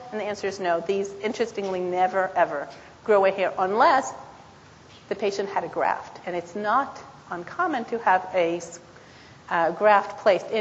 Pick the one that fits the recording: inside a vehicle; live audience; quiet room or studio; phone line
live audience